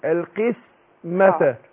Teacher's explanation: القاف المكسورة بتاخد ادنى درجات التفخيم